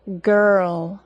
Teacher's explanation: with the schwa plus R, we just hear the R sound, R, and no distinct extra vowel sound